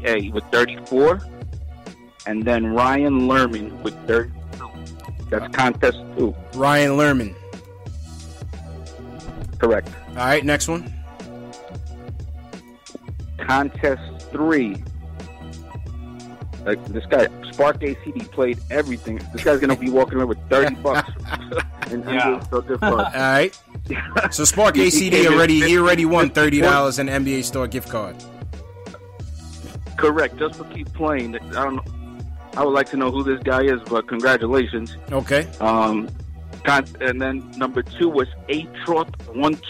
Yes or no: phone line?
yes